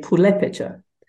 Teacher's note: the R in some varieties, so in some dialects, has shifted to L. So in some places they say Purépecha.